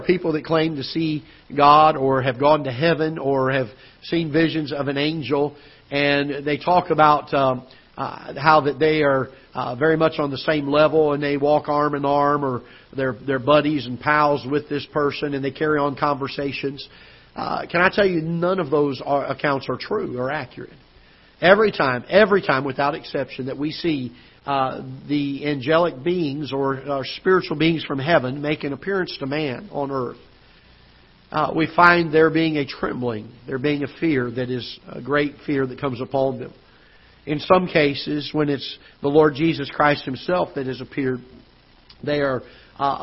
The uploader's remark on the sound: Ketha Heights Baptist Church ~ Live Broadcast.